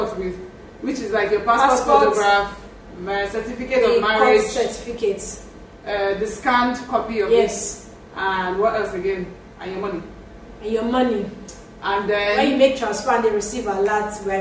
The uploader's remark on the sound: Please forgive the background noise.